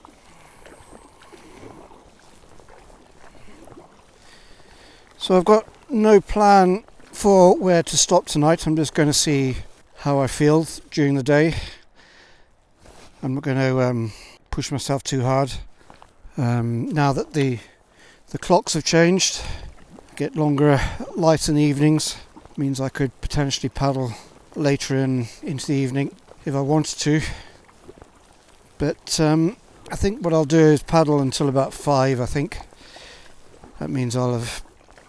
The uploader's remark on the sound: I recorded this live on my first full day back at sea after my health scare.